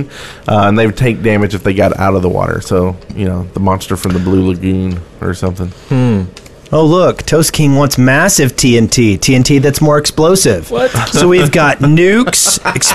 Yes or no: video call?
no